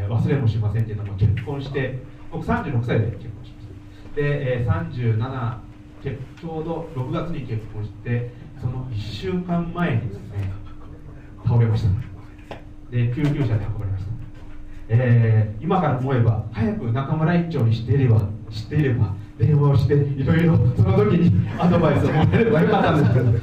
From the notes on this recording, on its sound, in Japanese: 会場のでの収録の為、雑音もありますがご了承ください。